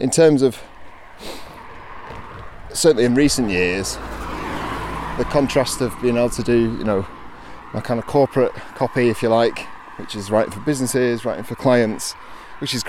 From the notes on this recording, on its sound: Walking from The Peels Arms in Padfield to Peak Naze